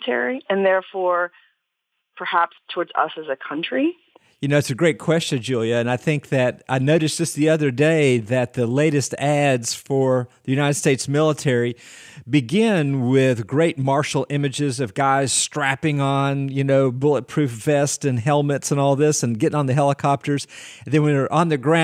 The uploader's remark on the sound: Listener Call 2